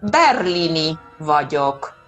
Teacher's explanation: el acento prosódico, el acento entonado, siempre cae sobre la primera sílaba